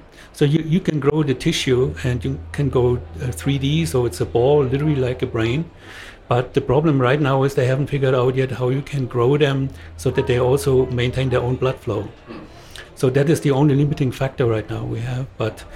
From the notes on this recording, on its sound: Joining us in the booth Live from Hong Kong FinTech Week